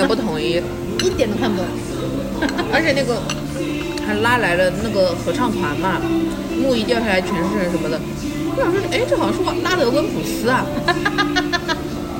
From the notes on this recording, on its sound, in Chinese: 每次录制基本都是在餐厅吃饭，没有条件升级录音设备，介意勿拍（划掉）勿听。